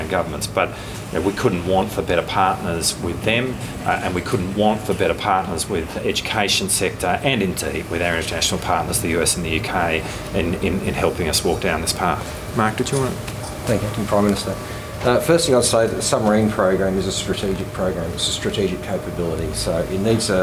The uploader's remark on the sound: was at the Indo Pacific 2023 event opening's ministerial press conference, recording the full Q&A